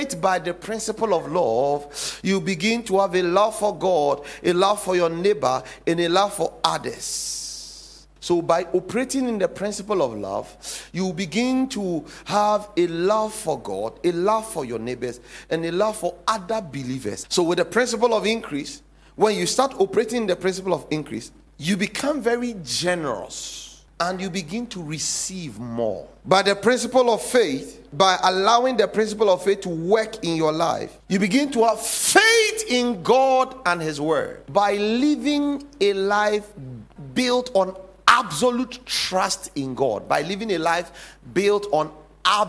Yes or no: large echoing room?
yes